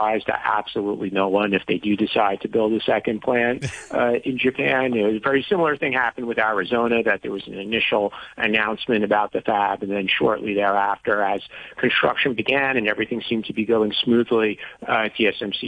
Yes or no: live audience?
no